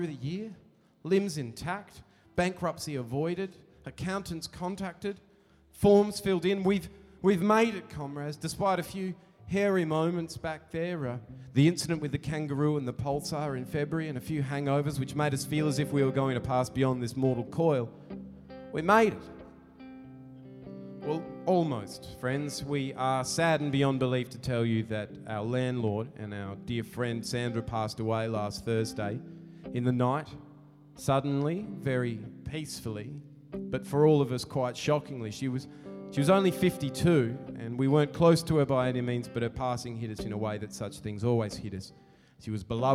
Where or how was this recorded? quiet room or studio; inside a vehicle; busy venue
busy venue